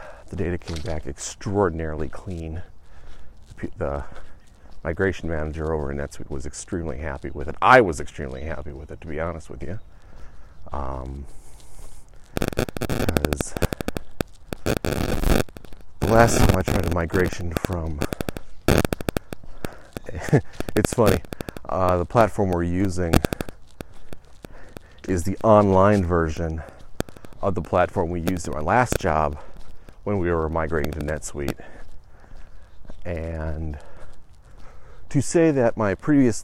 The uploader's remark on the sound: The walk and talk returns